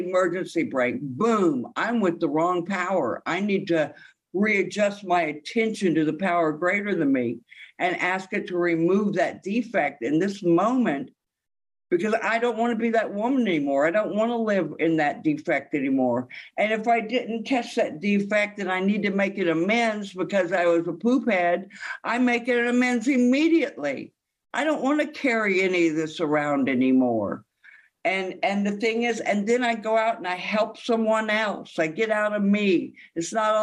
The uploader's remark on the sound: this speak is from the Sunday Sheffield As Bill Sees it zoom meeting from just a few days ago on NYE '23 in the UK.